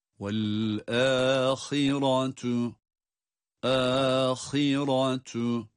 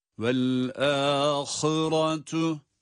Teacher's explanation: Burada âhira gibi kalın harflerin esri almış hallerine baktığımız zaman şunu görüyoruz. Harfin kendisi kalındır ama esresi ince okunacaktır. · Shown in: first take · Vel-âhiratu, âhiratu şeklinde.